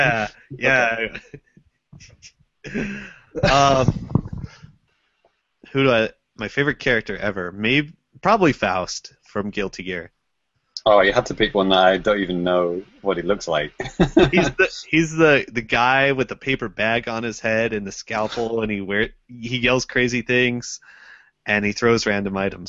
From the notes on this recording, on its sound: Recorded on Google Hangouts On Air live